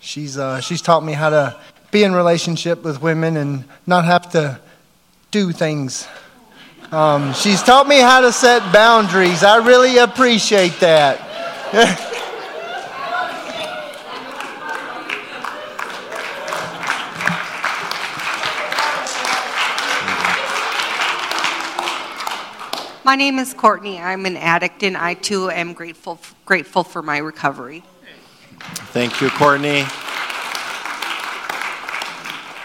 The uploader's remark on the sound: Audio from our Thanksgiving Eve Service that was held November 23rd at Lighthouse Church.